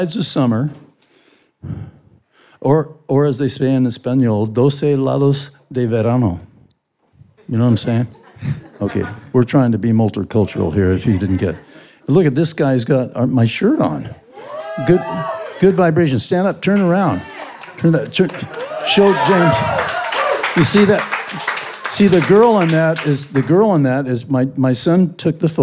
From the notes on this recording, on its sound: I did this interview LIVE in New York.